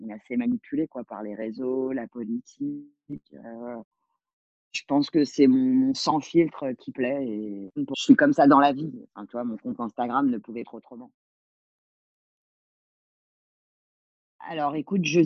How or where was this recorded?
video call